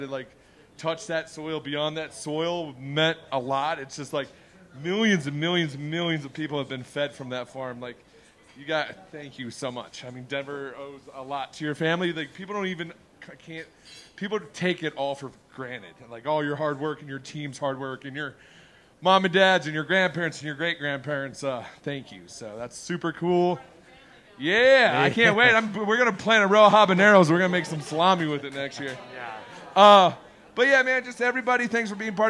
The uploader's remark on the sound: Live from Pizza Republica - Downtown Denver